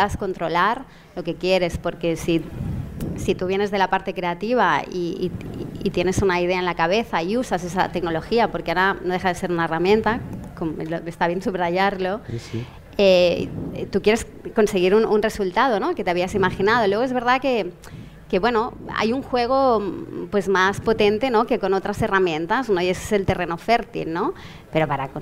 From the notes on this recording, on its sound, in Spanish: Grabado en directo desde la 56ª edición del Festival de Cine Fantástico Sitges. Desde la King Kong Area del Festival.